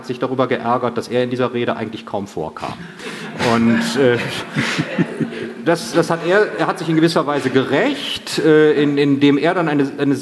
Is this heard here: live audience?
yes